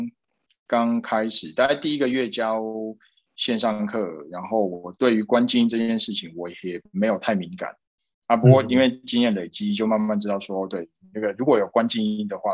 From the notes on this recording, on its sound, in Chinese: 這集內容是用線上會議平台錄製，完全沒有剪接。